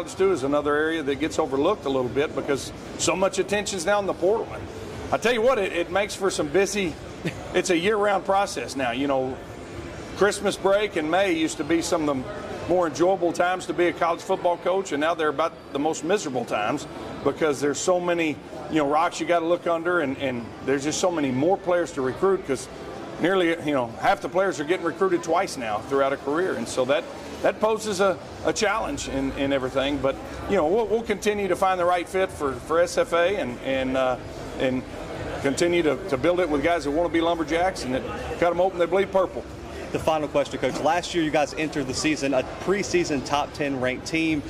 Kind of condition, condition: setting, busy venue